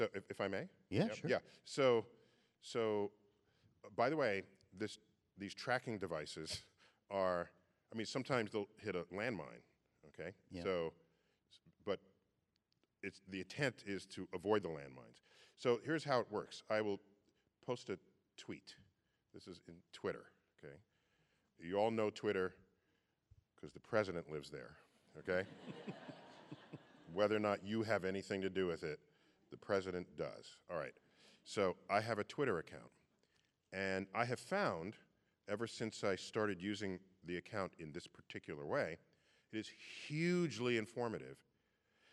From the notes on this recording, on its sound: The conversation was recorded on October 11, 2019 in front of a live audience at New York's 92nd Street Y.